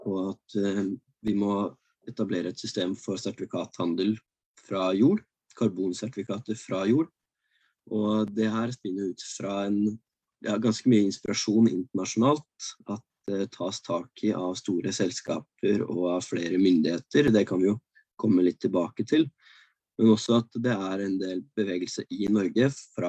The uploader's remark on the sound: Live Zoom